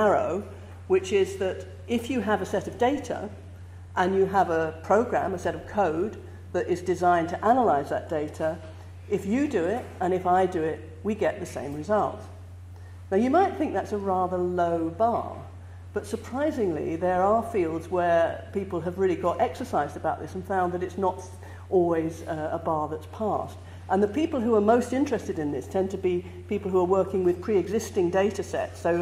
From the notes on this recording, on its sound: Gives a talk for the Oxford Reproducibility School, held on Wednesday, September 27, 2017, in the Sherrington Lecture Theatre, University of Oxford.